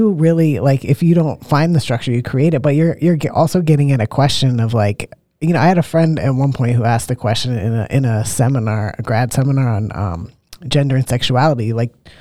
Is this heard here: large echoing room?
no